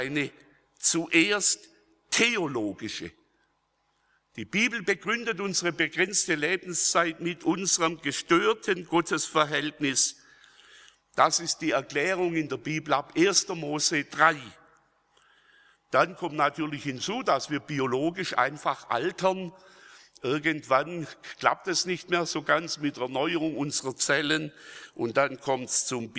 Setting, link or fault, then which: setting, large echoing room